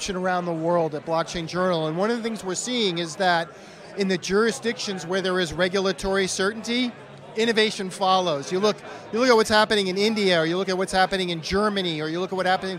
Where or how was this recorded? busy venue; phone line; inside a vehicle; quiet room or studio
busy venue